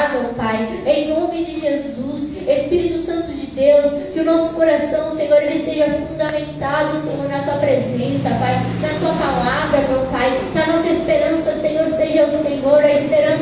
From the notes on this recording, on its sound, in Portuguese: Culto gravado no dia 02/11/2023 na Igreja Desfrutar do Amor de Deus em São Paulo.